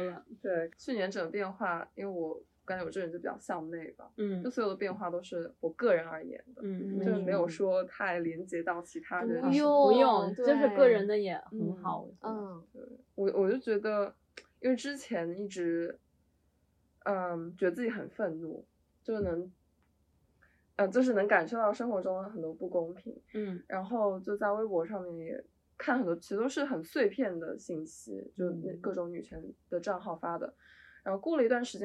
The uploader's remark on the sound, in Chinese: 由于开录之前喝了一点酒，本期节目有尖叫、大笑以及录音失误带来的叽里咕噜。中间有尖叫记得调小音量。